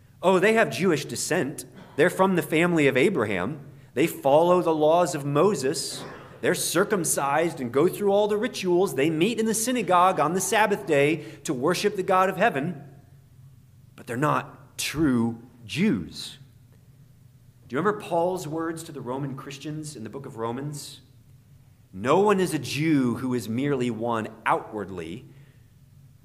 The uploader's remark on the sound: in the morning worship service at Bethany Baptist Church